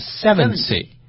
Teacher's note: 他们说70的时候，把重音放在前面